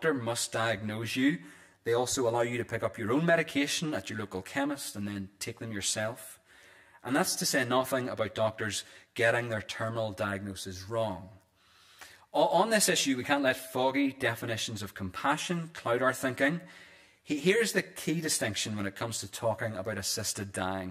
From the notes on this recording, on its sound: This is the recording of the Bible reading and sermon from our evening service on Sunday 21st January 2024.